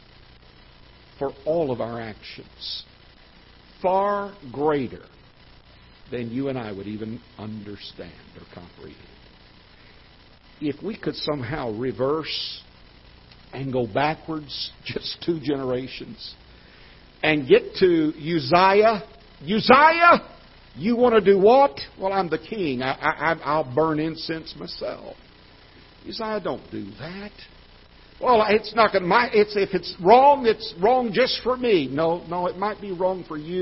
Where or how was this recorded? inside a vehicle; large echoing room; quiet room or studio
large echoing room